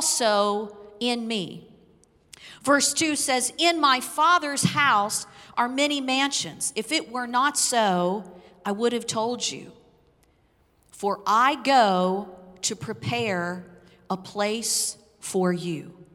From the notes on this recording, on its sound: Recorded live on 5/9/21.